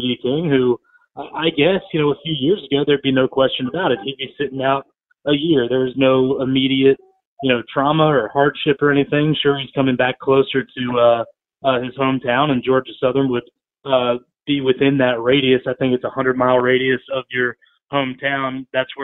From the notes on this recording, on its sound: joined over the phone